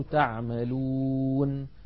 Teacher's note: مثلا لما نقف على المدود العارضة للسكون تعملون، لما نقف عليها فإن النون المفتوحة تسكن فتصير تعملون. هنا التقى ساكنان وهما في كلمة واحدة، العرب لا تمانع من ذلك لأنه متطرف في آخر الكلمة وموقوف عليه.